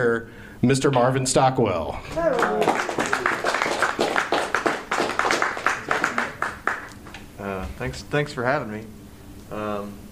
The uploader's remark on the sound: LIVE at The Memphis Listening Lab. In front of a live audience.